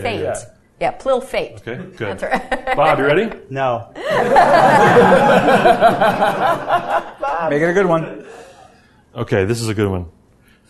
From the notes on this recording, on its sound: Live Recording from NECSS 2017.